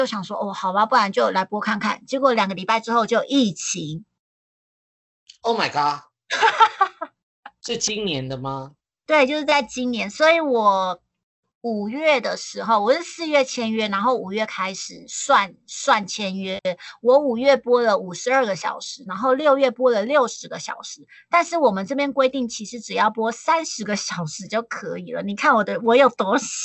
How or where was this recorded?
video call